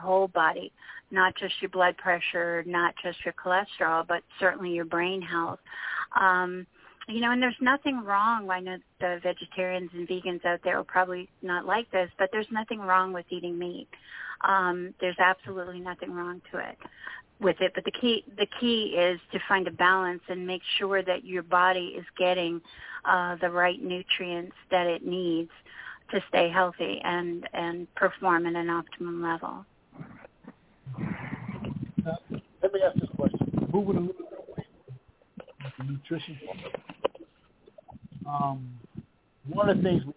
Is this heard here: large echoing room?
no